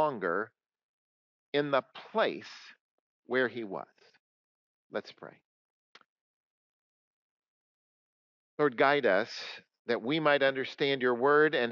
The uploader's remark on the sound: coming to you from Old South Presbyterian Church in Newburyport, MA